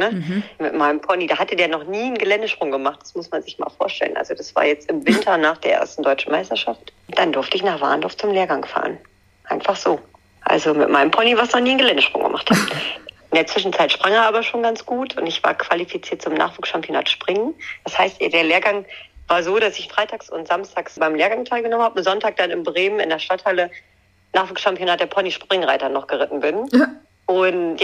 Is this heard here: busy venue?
no